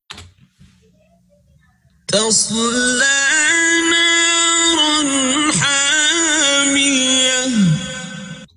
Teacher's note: There's no need for him to pronounce the alif at the end